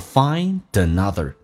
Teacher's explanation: find 跟 another 有一个连音，用 d 连叫